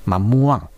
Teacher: グまでは言わずんで止めます。うん、あるいは果物のマンゴーという意味のマムワン、はい、これもマムワングというつもりで、グまでは言わずんは心の中でですね。うん、もう頭の中で今のペーン高いという意味ですね、はい、あとマンゴーという意味のマムワン、これは英語のスペルをちょっと頭の中で考えていただいて、例えばペンだったら PENG って書きますけども、最後の G は言わないようにちょっと心がけるとか、まあ、全部そうやって英語に変換していかないといけないっていう作業入っちゃいますけど。そうなんです。今おっしゃっていただいた通り、実際これタイ語を勉強している方だと発音記号っていうアルファベット表記で表すんですけれども、このんのことは NG っていう名前がついてたりしますね。本当んぐですよね。そうです、そうです、はい。まあ、心の中ででもそうですが、飲み込むような感じになりますか、言葉を。そうです、そんな感じですね。これ口の中の形としては喉の奥の方が閉まって、あの鼻から息が